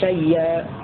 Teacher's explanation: أبدلنا الهمزة وياء وأضغمنا الياء الأولى في الياء الثانية فصارت ياء مشددة